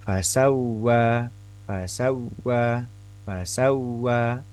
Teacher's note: Fasawwa wawu tasdidnya tidak terkait atau tidak terikat dengan nun sukun atau tanwin di sebelum wawu tasdidnya. Maka wawu tasdid yang berdiri sendiri ini itu tidak dihukumi gunnah